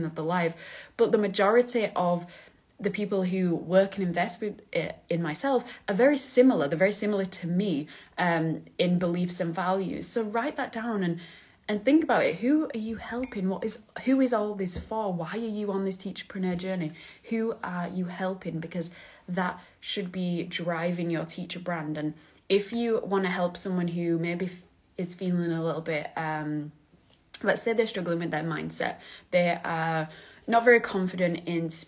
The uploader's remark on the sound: IG LIVE